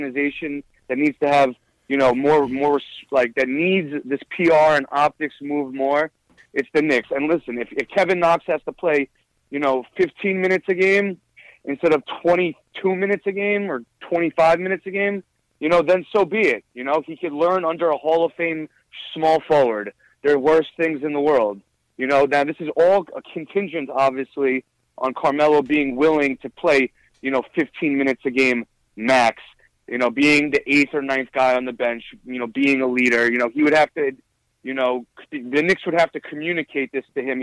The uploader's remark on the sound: take live phone call reactions from fans around the world